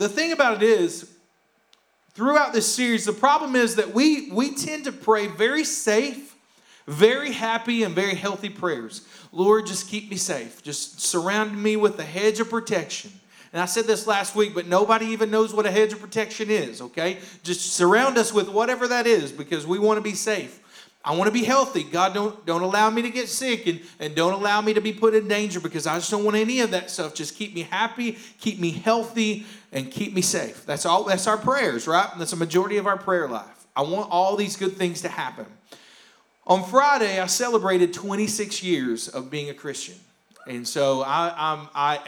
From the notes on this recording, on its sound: Here is a rebroadcast of our service from May 16th, 2021